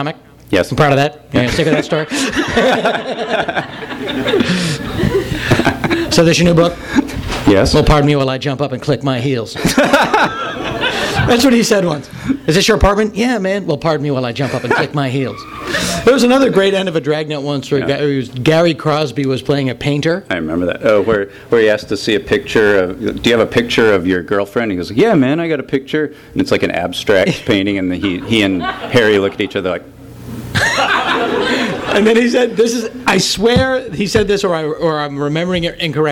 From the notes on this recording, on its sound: After a slideshow presentation. For a discussion and Q&A! THIS EVENT WAS RECORDED LIVE AT SKYLIGHT BOOKS.